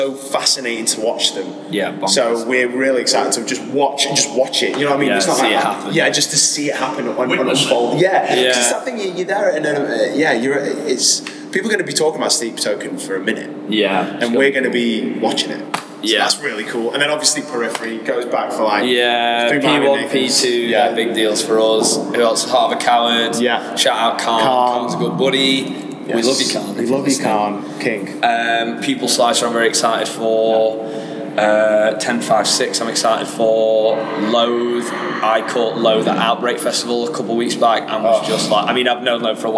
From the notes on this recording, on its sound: backstage at RADAR 2023 in Manchester